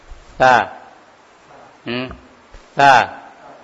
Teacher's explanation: huruf ta adalah ujung lidah dengan ujung gigi seri atas. Berarti ujung lidahnya agak kelihatan ya, temu dengan ujung gigi seri atas.